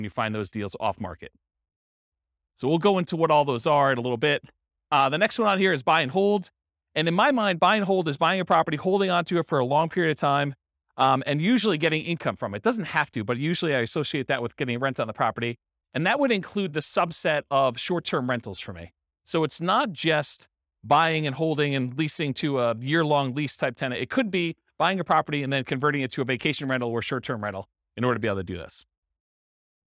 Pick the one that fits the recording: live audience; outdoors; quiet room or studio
live audience